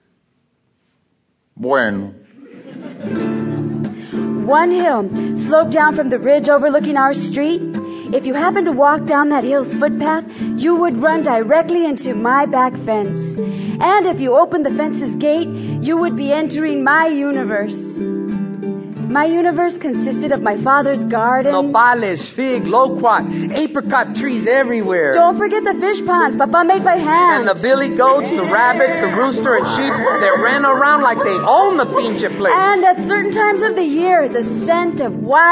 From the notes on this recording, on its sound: Format: Original Recording. This recording captured before a live audience. The cast is accompanied by musicians.